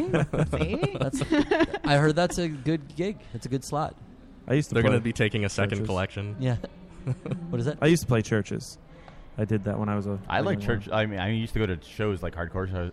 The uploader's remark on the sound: We broadcast live from TerrorCon Rhode Island!